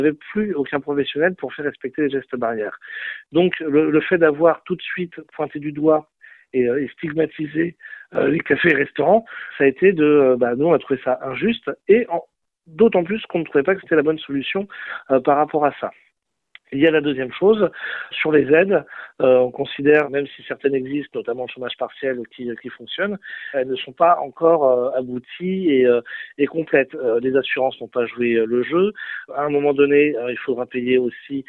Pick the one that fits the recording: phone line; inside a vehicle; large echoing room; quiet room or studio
phone line